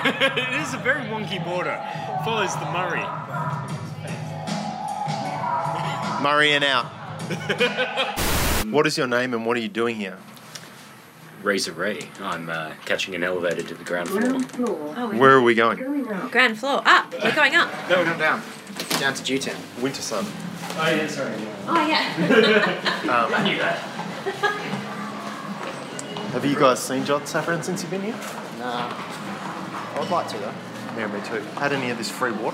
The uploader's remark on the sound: Your reward for waiting is one of the most ratty recordings we've ever put out! Recorded with my iPhone whenever I remembered to press "record".